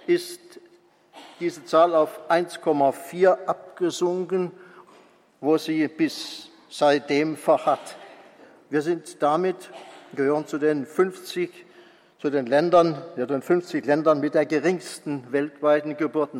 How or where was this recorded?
live audience